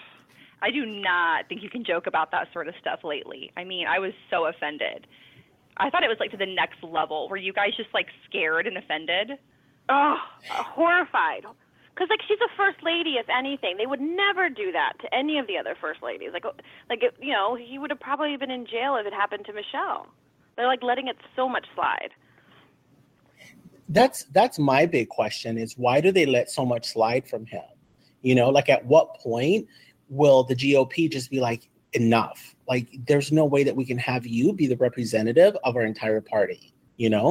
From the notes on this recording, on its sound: They will also have the phone lines open to callers who want to strike up a spark.